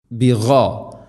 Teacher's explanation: ബിഗാ, തൊണ്ടയുടെ മുഗൾ ഭാഗമാണ് ഖൈന്